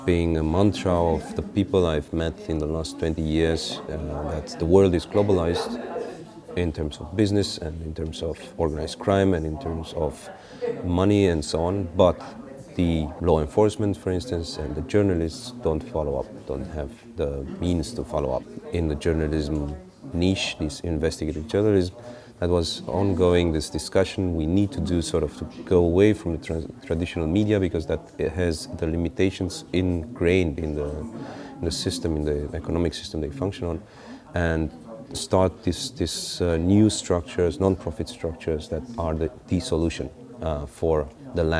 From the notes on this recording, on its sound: This interview was recorded as part of the MONEY MOVES stream of the Berliner Gazette 2016 conference TACIT FUCUTRES, held at the Volksbühne Theatre 27-29 October. This interview was recorded as part of the MONEY MOVES stream of the Berliner Gazette 2016 conference TACIT FUCUTRES, held at the Volksbühne Theatre 27-29 October.